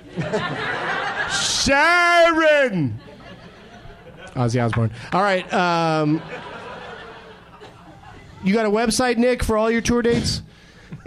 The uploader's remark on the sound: Live from Zanies in Rosemont, IL.